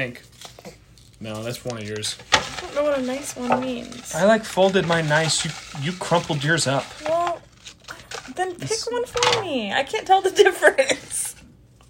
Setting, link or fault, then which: fault, sounds in the background